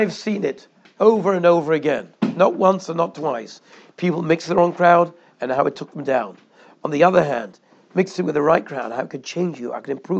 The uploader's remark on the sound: Shiur recorded in Yeshivas Ohr Reuven, Monsey, NY.